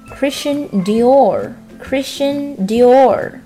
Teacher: 注意我们在说到 Dior 的时候，卷舌音要发到位哦 · IPA: [ˈkrɪstʃən di'ɔr]